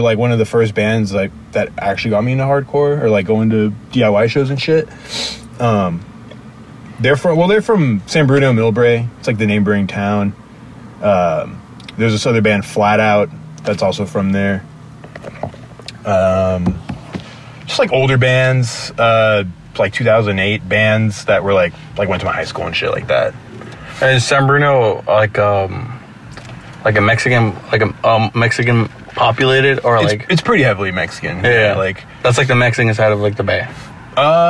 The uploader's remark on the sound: sit down outside a gig in San Jose California